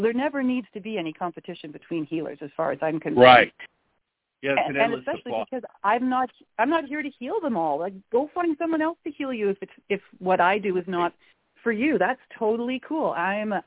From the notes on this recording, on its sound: We will open the phone lines for questions for my guest.